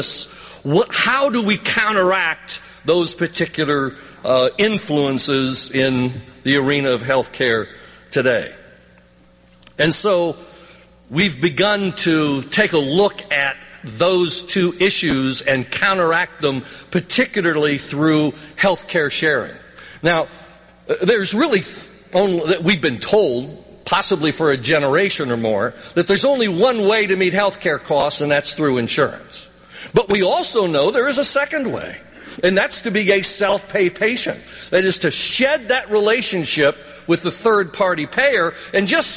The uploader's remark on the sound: interviews recorded live at the conference